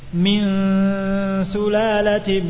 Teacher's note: Seperti misalnya sin, min sulalatim, min, tidak dibaca min sulalati, dibaca dengan istifal tipis karena huruf ikhfanya adalah huruf yang istifal muraqqaqah.